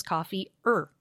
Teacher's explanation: And when we say, would you like coffee or tea, that or becomes reduced to that schwa, that all-important schwa